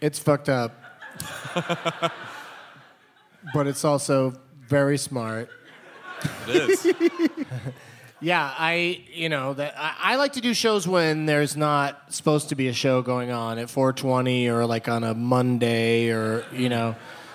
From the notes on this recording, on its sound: It's the Nerdist live from the Twin Cities!